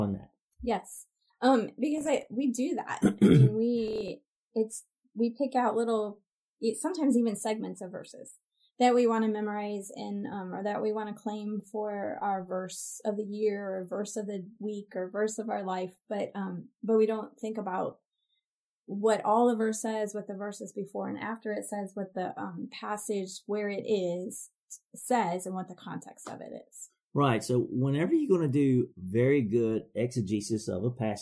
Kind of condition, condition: fault, poor sound quality